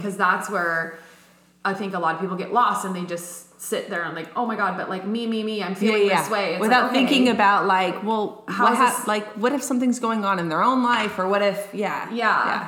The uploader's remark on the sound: Apologies for the slight echo!